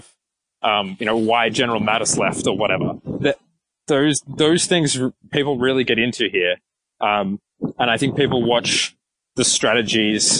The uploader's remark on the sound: conducting the interview for this podcast while walking thru 122-degree heat